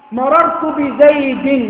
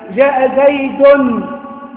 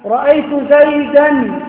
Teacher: نون ساكنة تلحق آخر الاسم لفظا يعني في النطق · Term: التنوين